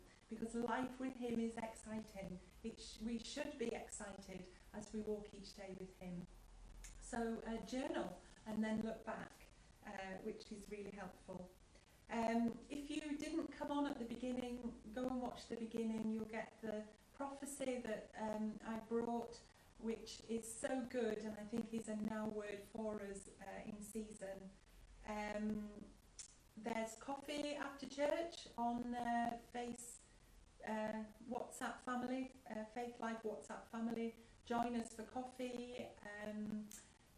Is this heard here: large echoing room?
yes